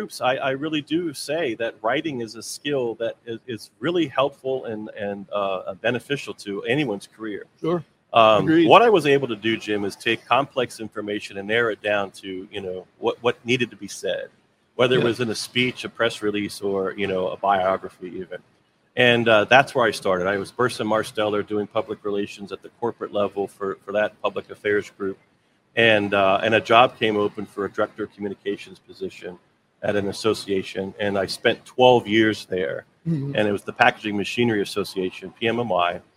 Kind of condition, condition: setting, busy venue